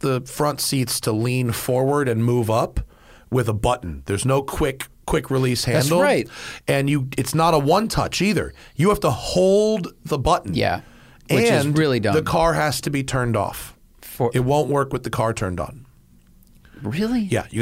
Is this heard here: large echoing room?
no